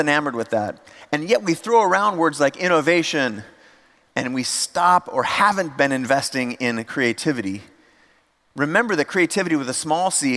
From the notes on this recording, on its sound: audio version of a talk I gave at The Next Web conference in Amsterdam